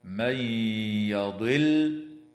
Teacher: وتدغم النون الساكنة في الياء مع الغنة في قوله تعالى: من يضل.